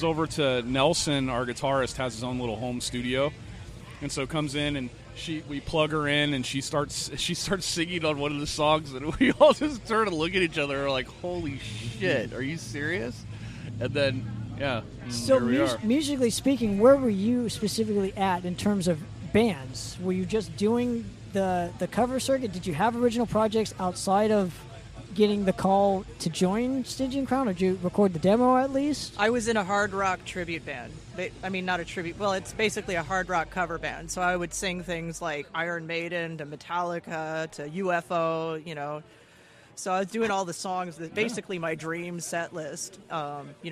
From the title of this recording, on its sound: Live at SD Metal Swap Meet